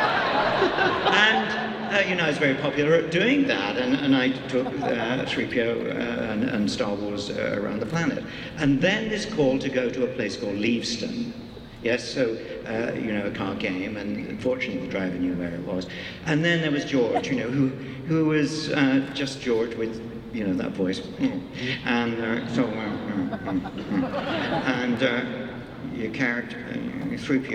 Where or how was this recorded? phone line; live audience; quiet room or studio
live audience